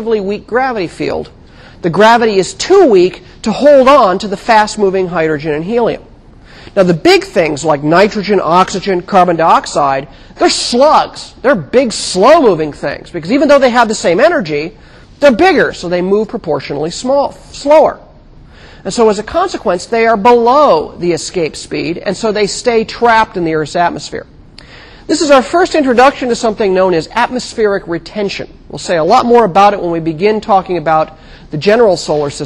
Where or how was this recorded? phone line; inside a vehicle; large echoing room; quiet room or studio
large echoing room